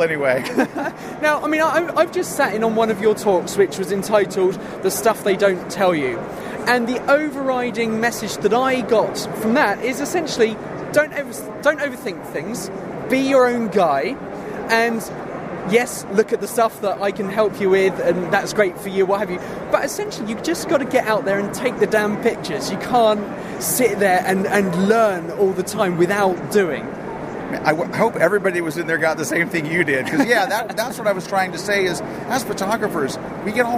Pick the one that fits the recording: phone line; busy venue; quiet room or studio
busy venue